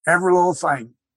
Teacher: when L comes in final position for me, it's vocalized. That is, it becomes vowel-like